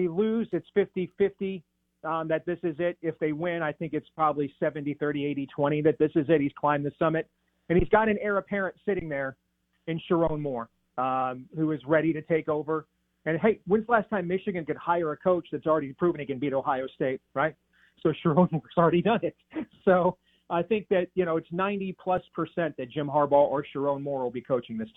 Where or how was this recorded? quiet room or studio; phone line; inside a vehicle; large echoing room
phone line